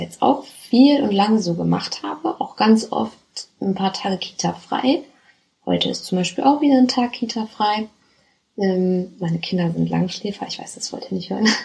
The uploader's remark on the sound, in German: Hatte es nicht gecheckt, dass mein Mikro nicht steckt. Hier ist eine recht schlechte Aufnahme mit dem internen Mikro.